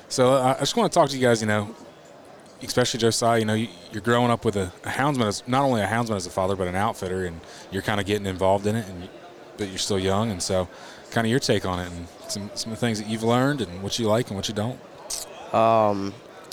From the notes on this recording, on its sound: Once again I caught up with them at the Great American Outdoor Show to record this episode.